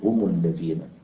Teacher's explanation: وذكرنا كذلك مثلا هم الذين، أصلا هم، هم الذين إذا وصلتها بساكن تضم، تقول هم الذين، فهذا أيضا من مواضع التخلص بالضم.